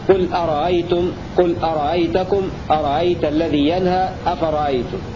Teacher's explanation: قرأ نافع بتسهيل الهمزة الثانية